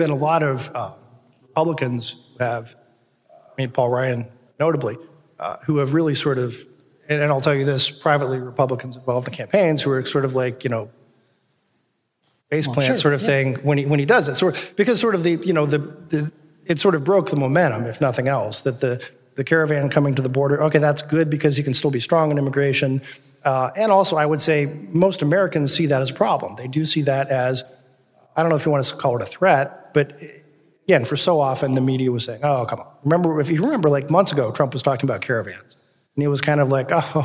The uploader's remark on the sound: First ever live podcast, recorded 11/1/18 in Cincinnati Ohio's Memorial Hall as part of the inaugural Cincinnati Podcast Festival.